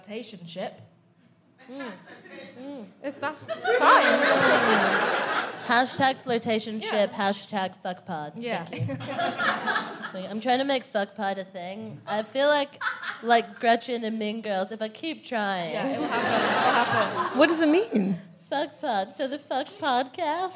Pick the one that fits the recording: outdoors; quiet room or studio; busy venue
busy venue